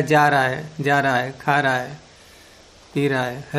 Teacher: तो संक्षेप में मात्र व्यंजन तो हो जाएंगे समाप्त, स्वर ही स्वर रह जाता है ना, जा रहा है, तो हा गायब हो गया ना, हा का आ रह गया उसी में, और है का हकार गायब हो गया, ए रह गया